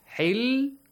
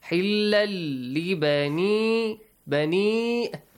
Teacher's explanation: But when you join it with the next word, the tanween will be merged with the letter lam. And so lam will be merged to the lam.